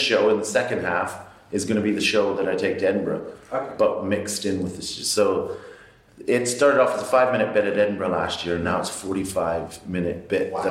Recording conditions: echo